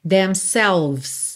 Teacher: Do V você vai pro S, tá? Não pronuncie essa letra E